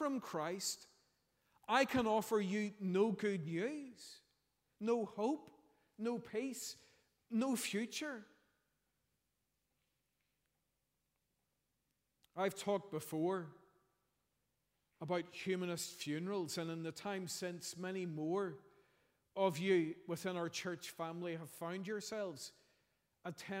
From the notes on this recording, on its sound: preached at our Easter Sunday evening service